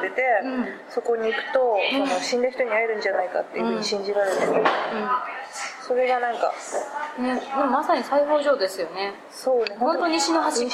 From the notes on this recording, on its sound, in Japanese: 長崎、熊本旅行ラスト 空港編。未公開の理由は、「多方面にわたって酷い」主に音質やらなにやら。